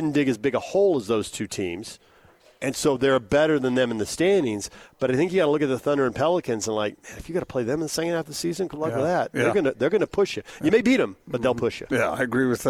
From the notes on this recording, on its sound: LIVE at The Warehouse.